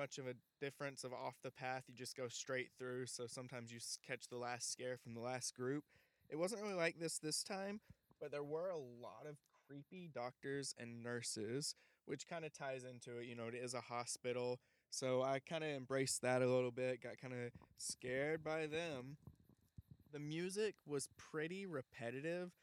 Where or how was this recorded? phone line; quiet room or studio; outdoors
outdoors